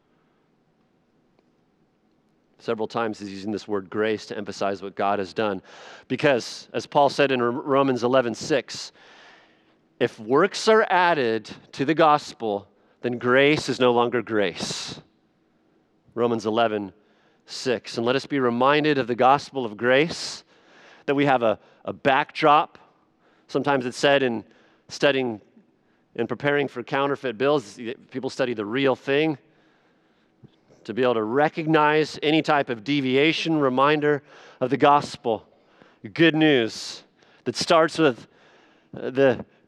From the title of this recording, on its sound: Sunday Evening Worship Service